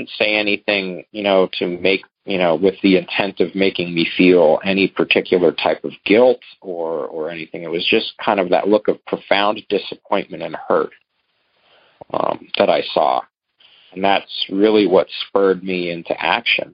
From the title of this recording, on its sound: Monday Noon Phone Speakers Series